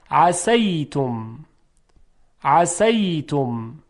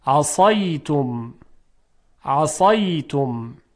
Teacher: صدای سین ظریفه، صدای صاد صدای درشت و مفخم هست.